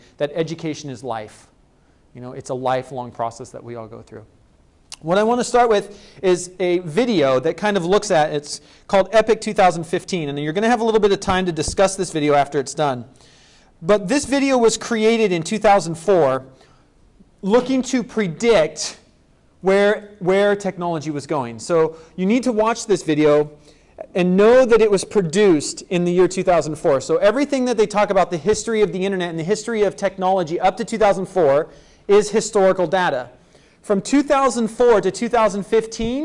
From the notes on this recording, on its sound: Was given at the ECIS Admin conference in April 2009.